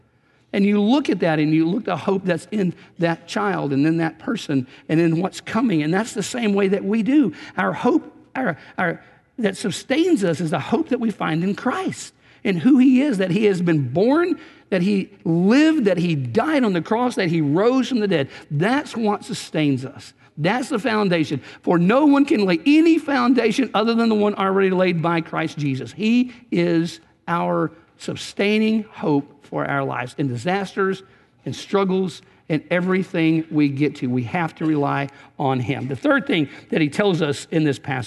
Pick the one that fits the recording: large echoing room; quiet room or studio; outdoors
large echoing room